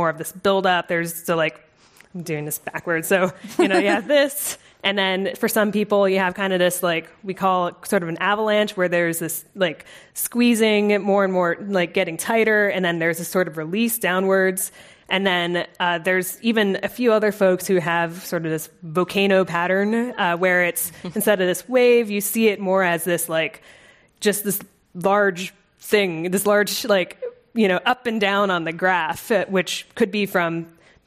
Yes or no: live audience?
yes